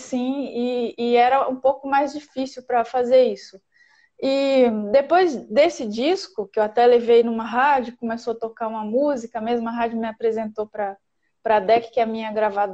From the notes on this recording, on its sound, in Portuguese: esteve ao vivo no instagram da Alvorada FM